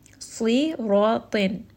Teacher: Ta here is also going to be heavy. So every single letter within this word is heavy